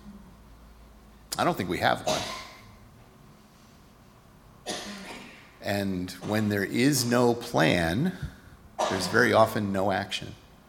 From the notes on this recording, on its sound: Recorded at Auckland Unitarian Church 4th February 2024